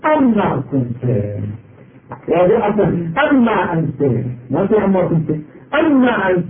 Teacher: انفصل صارت أن أنفصل وضعنا مكان كان ما وصارت أن ما جئنا وأدغمنا النون في الميم صارت أما كنت · Term: الإدغام